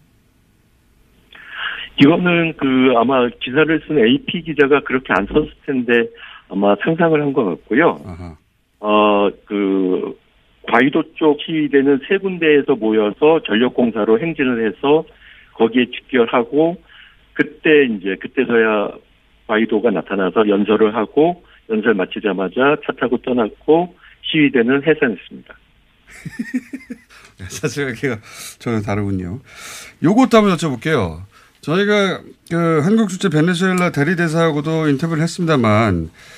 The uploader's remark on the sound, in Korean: 전화연결 베네수엘라 주말 시위대 대립 격화?